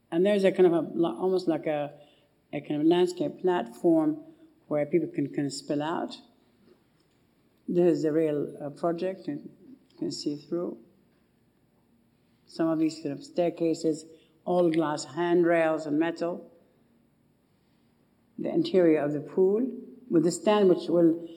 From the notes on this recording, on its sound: The annual Stephen Lawrence Memorial lecture in 2011. In a talk captured in archival footage from the RIBA Collections.